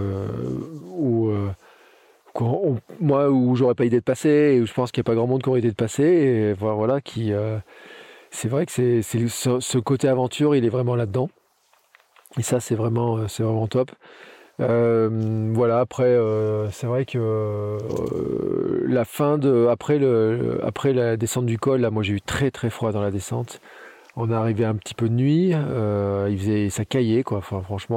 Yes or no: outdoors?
yes